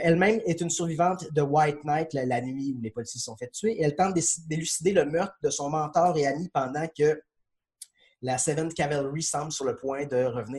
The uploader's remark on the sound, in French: La classe a eu lieue sur Zoom, en vidéoconférence.